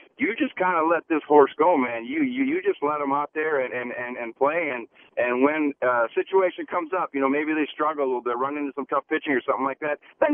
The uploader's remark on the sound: Take phone calls.